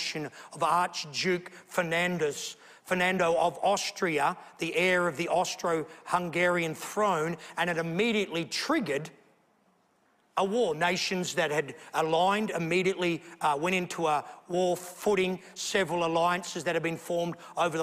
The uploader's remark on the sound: A sermon preached at the Potter's House Beechboro, Western Australia